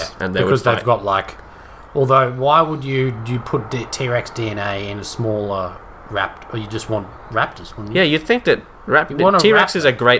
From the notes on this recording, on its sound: Listen to the soothing sounds of suburban Brisbane as the the gang record this weeks episode outside!